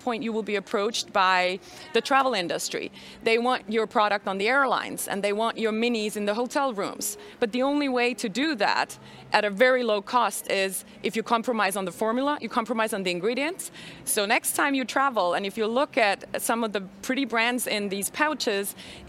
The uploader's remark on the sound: a live talk we hosted at CIFF, Copenhagen International Fashion Fair